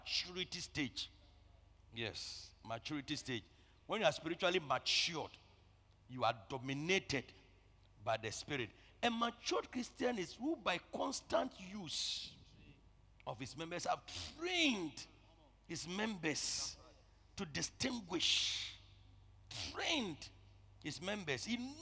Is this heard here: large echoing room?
yes